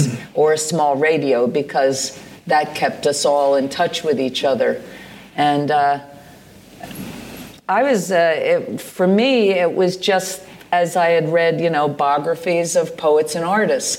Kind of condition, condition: setting, live audience